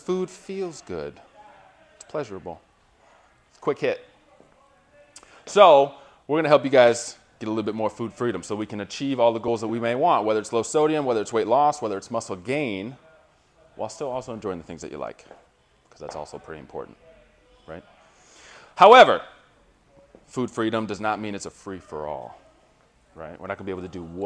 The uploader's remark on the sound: Recorded live from a seminar hosted in Ann Arbor, MI.